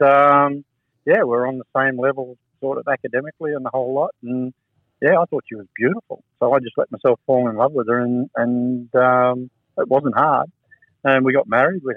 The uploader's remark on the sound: This interview was conducted over the phone with limited reception.